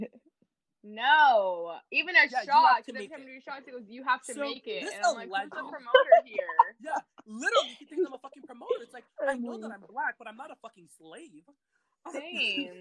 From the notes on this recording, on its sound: This weeks episode was recorded virtually due to the virus outbreak, so sorry about the delayed audio and some of the glitching.